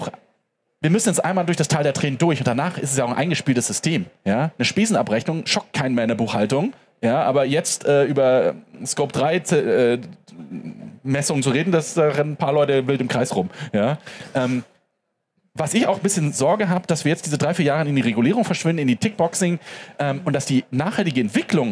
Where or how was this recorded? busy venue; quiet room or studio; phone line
busy venue